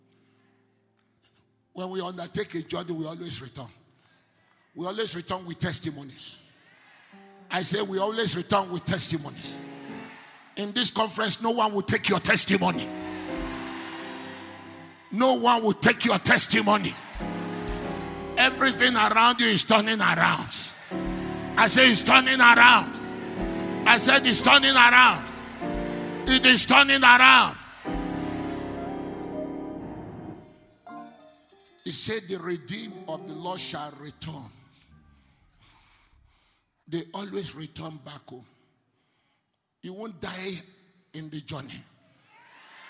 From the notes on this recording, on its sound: Ministering During Word Explosion Conference (13th April, 2018)